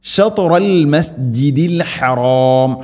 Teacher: ശത്റ ത ഉച്ചരിക്കുന്ന സമയത്ത് നാവിൻ്റെ മധ്യഭാഗം അണ്ണാക്കിലേക്ക് ചേർന്ന് നിൽക്കണം, അതാണ് ശത്റ. ഷത്തുറ ഷത്തിറ എന്നല്ല, നാവിൻ്റെ മുതുക് നമ്മുടെ മേലെ മുൻപല്ലുകളുടെ മുരടിൽ മാത്രമല്ല, അത് മഹ്റജ്, അതിൻ്റെ കൂടെ നാവിൻ്റെ മധ്യഭാഗം അണ്ണാക്കിലേക്കിങ്ങനെ ചേർന്ന് നിൽക്കണം, അതാണ് ഷത്തുറ.